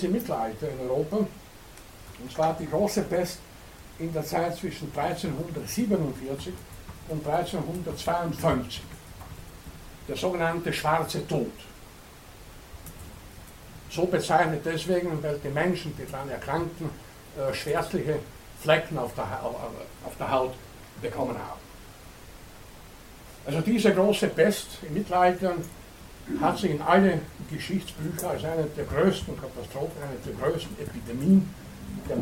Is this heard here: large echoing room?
yes